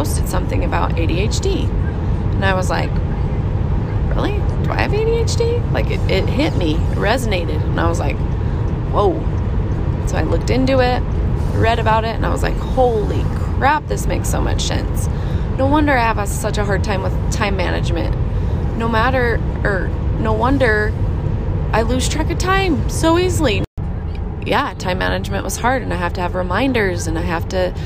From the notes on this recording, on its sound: in the car with my kids